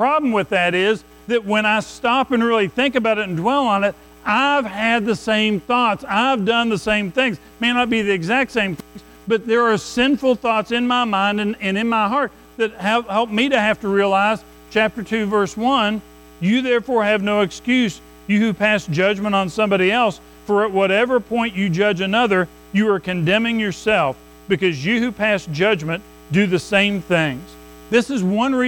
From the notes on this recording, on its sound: Recorded at Madison Baptist Church in Madison WV on Jan 14, 2024